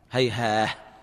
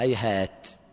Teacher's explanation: بعض القراء يقف بالهاء هيها، والبعض يقف بالتاء المفتوح · Term: الهاء المرسومة تاء